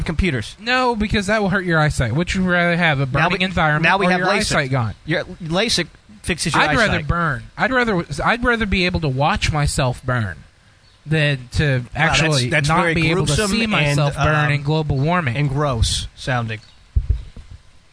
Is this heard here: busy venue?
yes